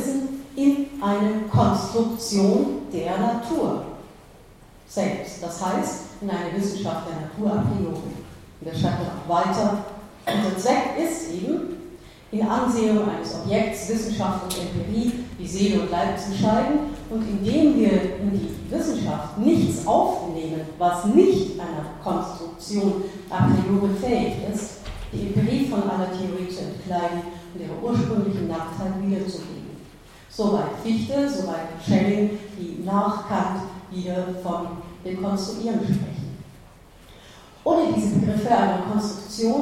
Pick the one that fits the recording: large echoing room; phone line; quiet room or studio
large echoing room